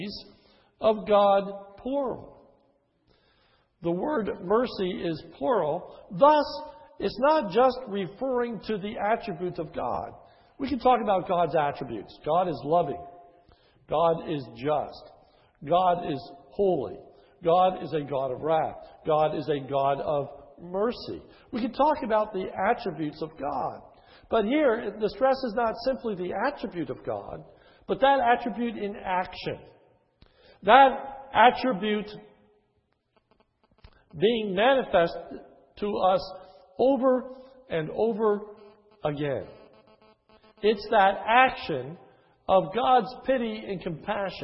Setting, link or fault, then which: setting, large echoing room